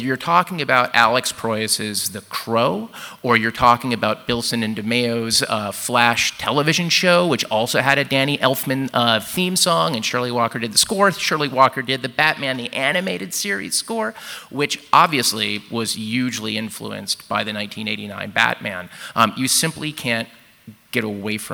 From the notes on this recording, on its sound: LIVE FROM COMIC-CON. Live at San Diego Comic-Con.